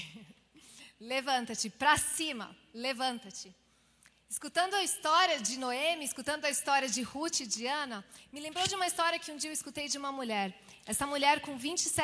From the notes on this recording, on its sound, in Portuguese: IBMorumbi Culto Ao Vivo.